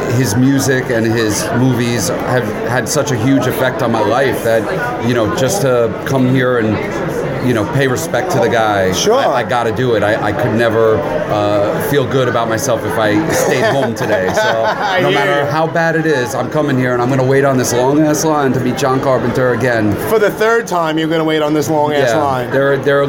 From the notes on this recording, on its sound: Live from Monster-Mania. At the Monster Mania Convention in Cherry Hill, New Jersey.